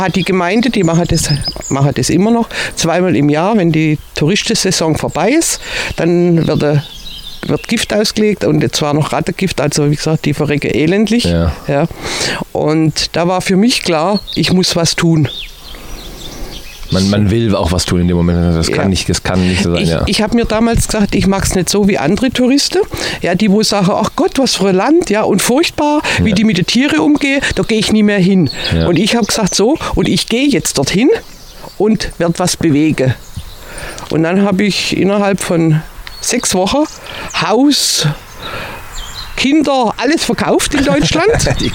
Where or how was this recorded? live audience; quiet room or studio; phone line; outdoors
outdoors